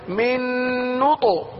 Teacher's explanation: کلکلہ ہو رہا ہے من نوتو اور تو کی آواز بھی پر ہے